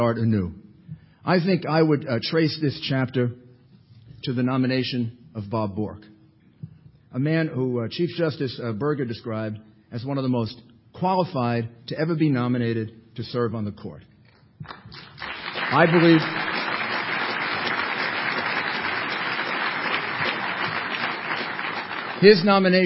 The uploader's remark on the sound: delivered this address at the 2007 Annual National Lawyers Convention